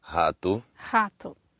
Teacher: when a word begins with an R or if it's written with a double R, it sounds kind of like that ha sound